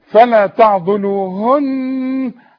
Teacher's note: والنون عند الوقف وعند الوصل اللي عليها الشدة لازم تغن · Term: غنة